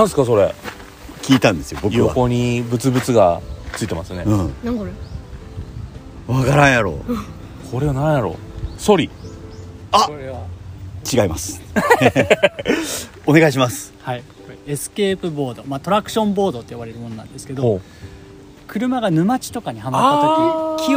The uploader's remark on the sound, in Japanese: 今回の収録も引き続き、福岡県古賀市の薬王寺オートキャンプ場です。